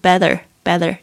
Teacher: 那个 T 呢好像介于这个 D 跟这个 T 之间这个浊音